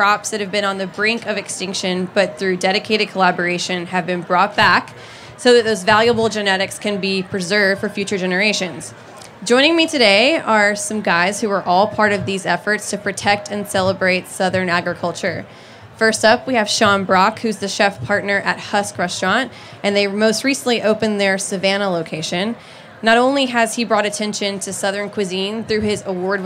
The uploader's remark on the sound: This is the first of two panels at the Charleston Wine + Food about the history and current state of South Carolina’s foodways.